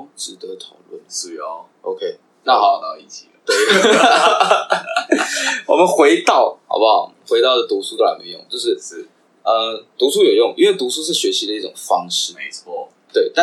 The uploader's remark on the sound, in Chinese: 本集麥克風出了點狀況，導致音質出了些問題，請各位見諒